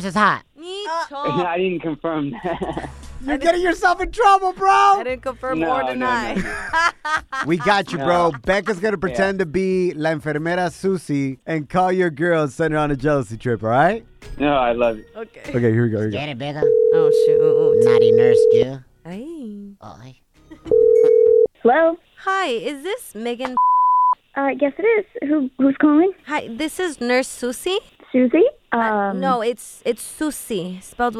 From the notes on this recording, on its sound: We opened up the phone lines and asked our listeners the wildest thing their friends convinced them to do!